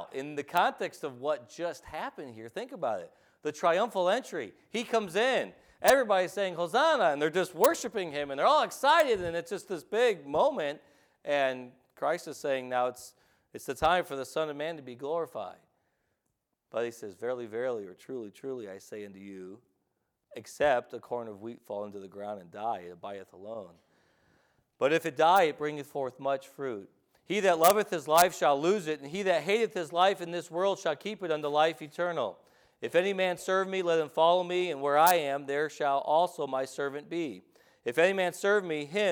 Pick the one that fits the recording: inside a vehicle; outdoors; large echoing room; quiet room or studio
large echoing room